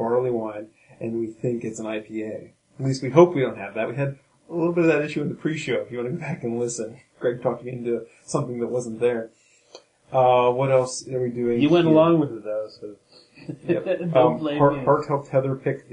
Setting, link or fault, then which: fault, poor sound quality